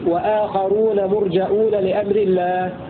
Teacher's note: بهمزة مضمومة بعدها واو